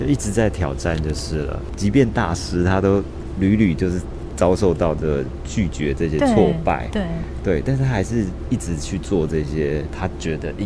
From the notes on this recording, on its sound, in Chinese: 跟著〈忠泰美術館〉總監看「挑戰 安藤忠雄」展。而透過現場訪談，希望讓大家彷彿也身歷其境地逛了一場展覽。